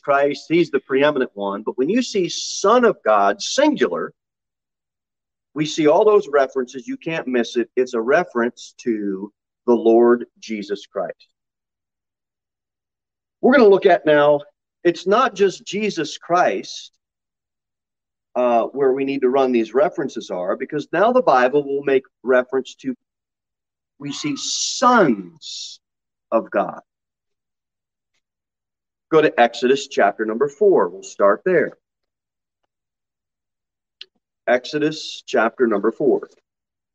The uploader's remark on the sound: Sermon delivered at Pilgrim Baptist Church on Thursday, July 7, 2022 at 6:15 pm. Jere Whitson Rd. Pilgrim Baptist Church is a bible-believing, independent Baptist church.